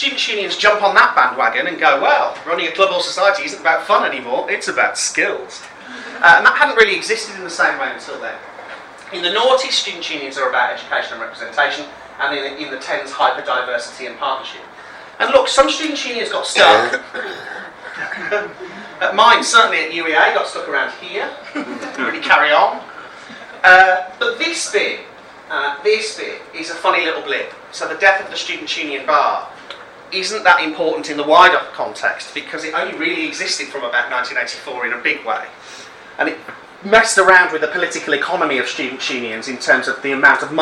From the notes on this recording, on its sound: speaks at the SRHE Student Experience Network event Student Unions and the Changing Nature of Student Leadership in the UK